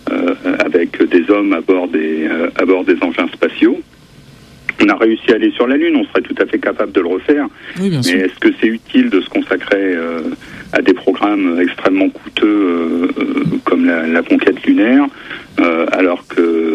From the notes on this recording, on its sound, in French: par téléphone